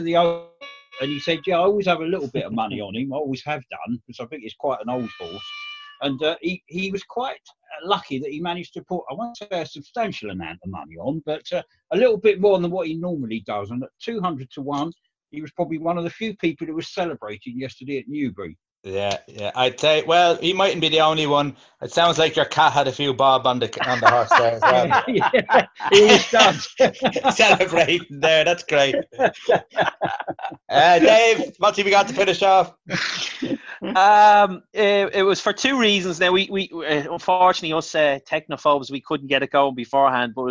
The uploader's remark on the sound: Zoom Show